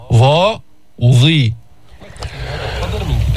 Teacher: فيها استعلاء، بيرتفع أقصى اللسان عند النطق بها